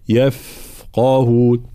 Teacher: الفاء فيها صفة الرخاوة خاصة وهي جريان الصوت حال سكون الحرف